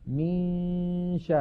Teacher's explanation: من الميم ننتقل إلى مخرج الشين وننطق غنة من الخيشوم، فإذا انتهى زمن تلك الغنة نطقنا الشين. · Term: الإخفاء